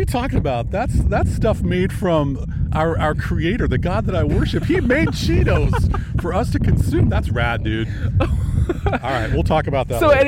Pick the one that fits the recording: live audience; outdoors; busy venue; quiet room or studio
outdoors